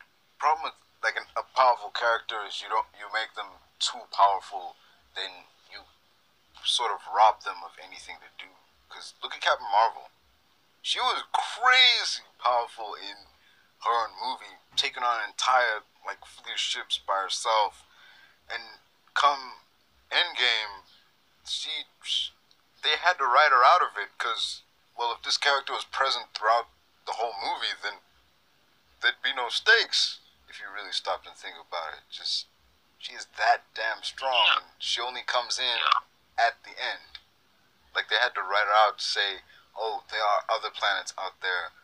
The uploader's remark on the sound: Have a discussion over the phone due to us not being able to meet in person because of the ongoing global bastard so excuse the inconsistent audio.